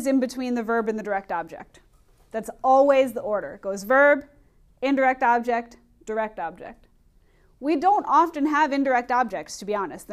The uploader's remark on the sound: Recorded in class on 11/5/19